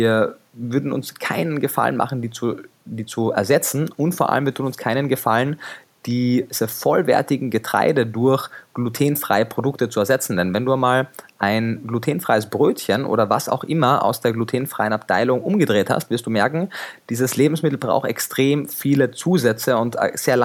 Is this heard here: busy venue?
no